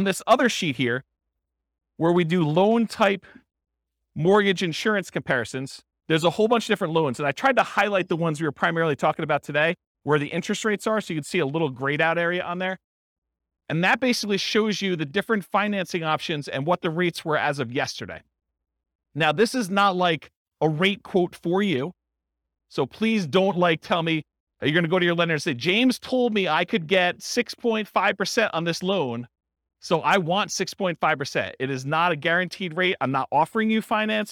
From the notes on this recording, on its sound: This was a live class recorded